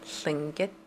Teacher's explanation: Tlingit is a tonal language, and so your tone will go, it's a high tone at the end, so your voice will go up at the end